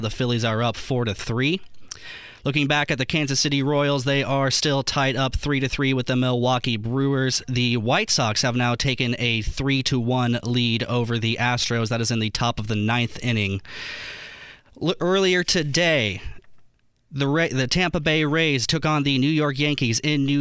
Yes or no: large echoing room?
no